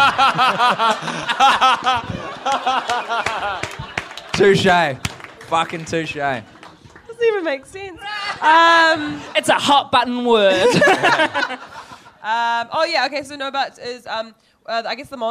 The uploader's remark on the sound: a one-off Little Empire extravaganza taped live in Melbourne, Australia